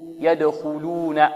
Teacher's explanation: الواو هنا نضم الشفتين فيها ضما جيدا